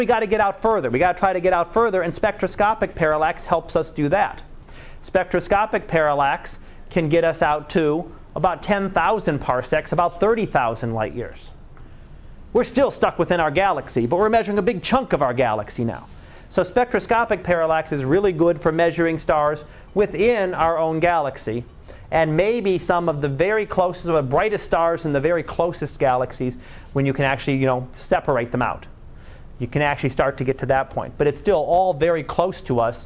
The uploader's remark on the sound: Live Class Lecture